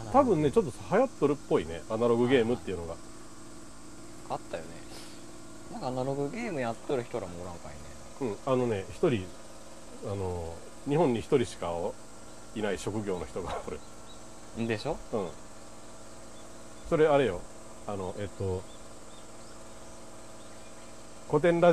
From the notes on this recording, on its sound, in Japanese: こどもたちが主役の、五感で楽しむイベントを田舎の古民家と自然の中で開催しました。自然に囲まれた古民家のテラスで。夏の夕暮れ。蝉の鳴き声。地元の人の営み。